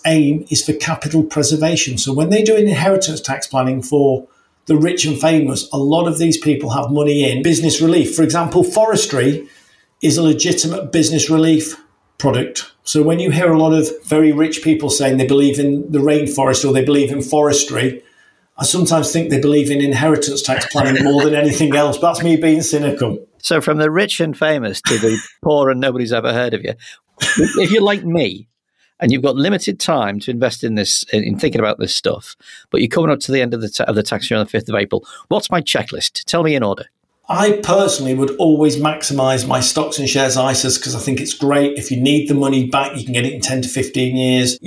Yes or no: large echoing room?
no